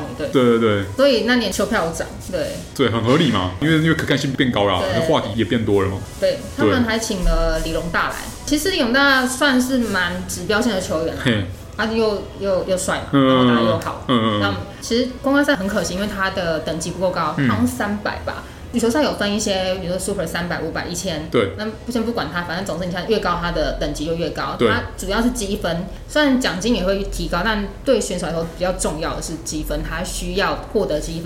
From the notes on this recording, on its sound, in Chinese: 本集白噪音指數：0/5。錄音地點： The Gathering Cafe 齊客咖啡。